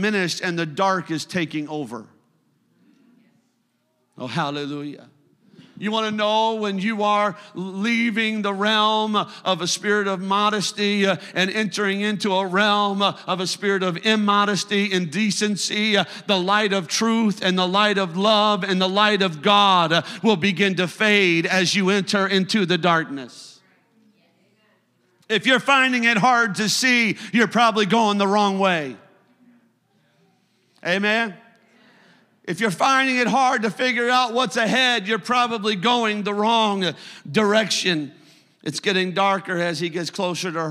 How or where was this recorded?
large echoing room